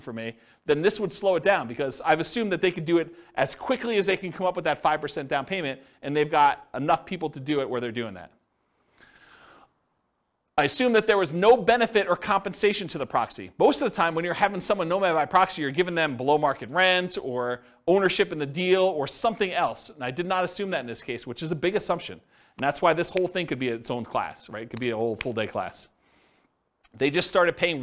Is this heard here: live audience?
yes